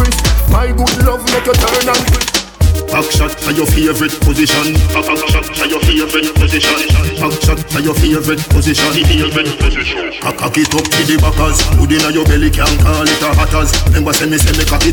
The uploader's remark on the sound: Live audio recording of my set at island saturdays on june 11.